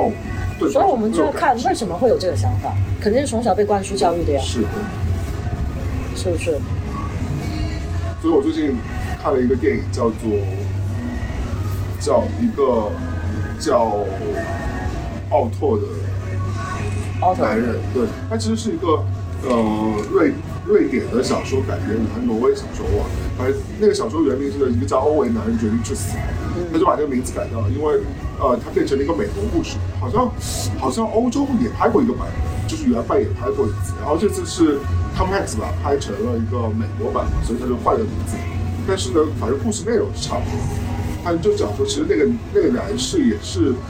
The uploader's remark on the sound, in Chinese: 本期为墨西哥户外录音，搭配旅游热门地夜生活的嘈杂，敬请谅解～